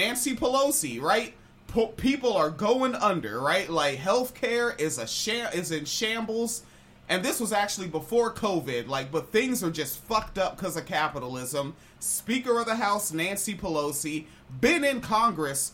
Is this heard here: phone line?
no